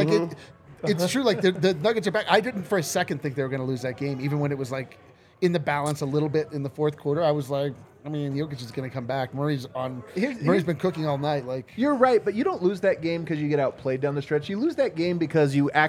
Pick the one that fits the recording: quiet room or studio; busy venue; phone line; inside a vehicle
busy venue